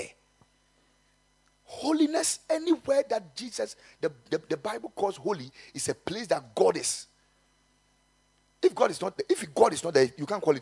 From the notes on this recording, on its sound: Preached at the Kingdom Sight Service.